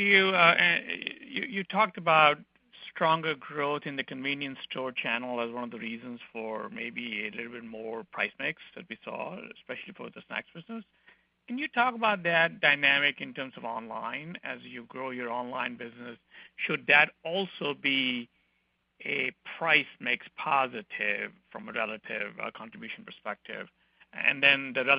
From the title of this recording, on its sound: PepsiCo (PEP) Q2 2019 Earnings Call